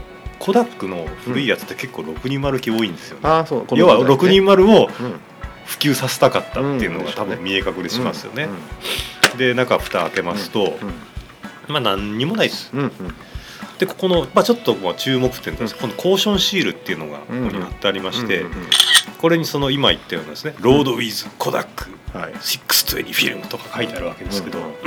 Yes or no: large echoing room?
no